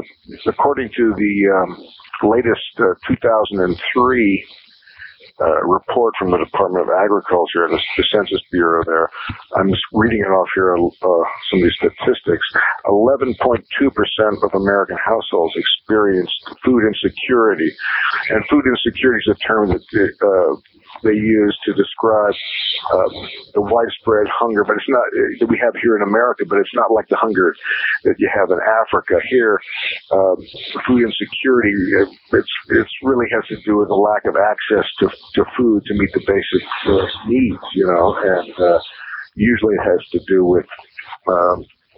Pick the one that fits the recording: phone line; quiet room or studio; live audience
phone line